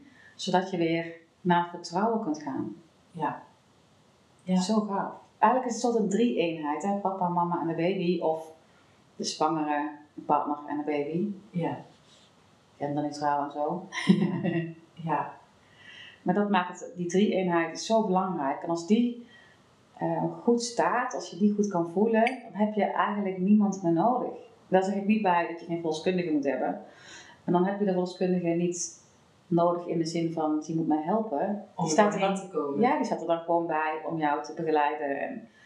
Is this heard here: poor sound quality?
yes